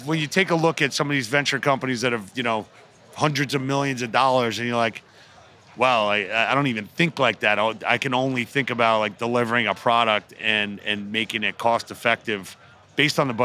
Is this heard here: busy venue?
yes